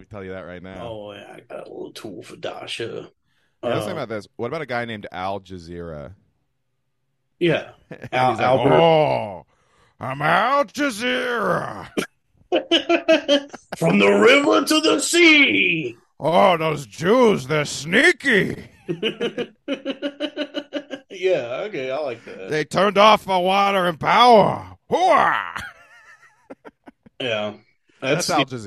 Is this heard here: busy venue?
no